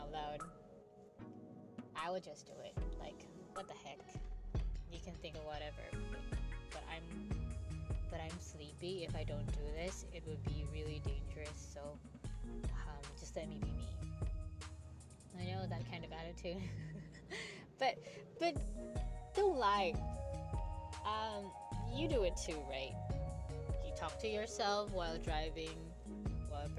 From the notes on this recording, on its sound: Sorry for the realllyy small voice, it sounded okay when I reviewed it before :/.